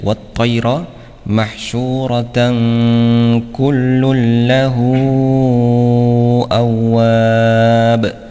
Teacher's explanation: Ya, mahsyuratan bertemu dengan kullu ya, fathah tanwin bertemu dengan kaf ya, jangan lupa untuk dibaca ikhfa ya, dibaca ikhfa yaitu dengan dengung ya, dengan gunnah